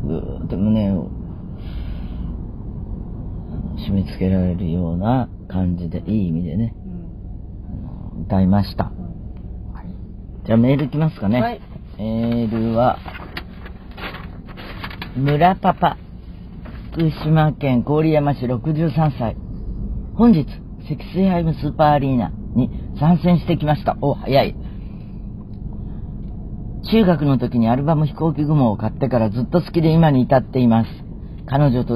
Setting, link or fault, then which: setting, inside a vehicle